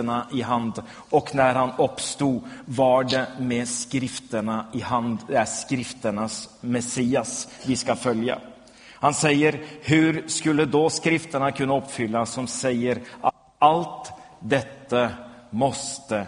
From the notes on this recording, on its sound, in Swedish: Inspelad i Smyrnakyrkan, Göteborg 2011-04-21.